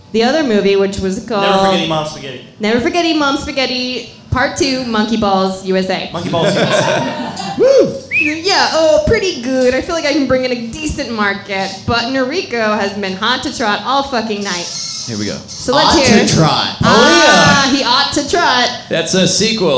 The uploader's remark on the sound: Live at Kelly's Olympian in Portland, OR - the game of the 60 second screenplay!